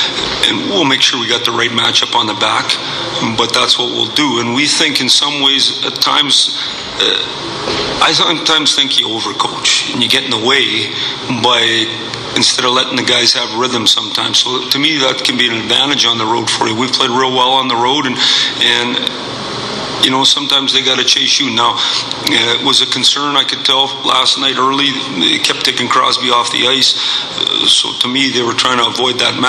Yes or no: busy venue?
yes